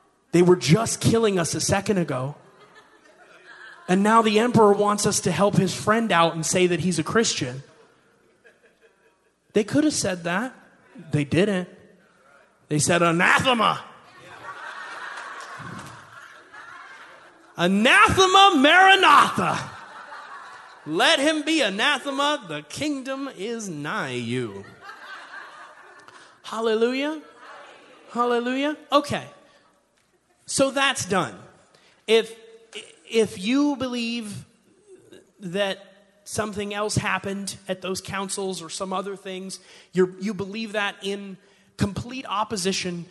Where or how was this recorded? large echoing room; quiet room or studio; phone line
large echoing room